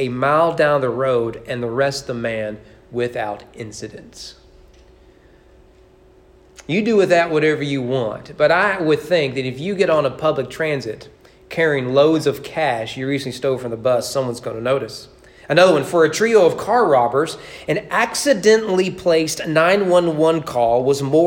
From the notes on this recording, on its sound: Sermon preached at East Frankfort Baptist Church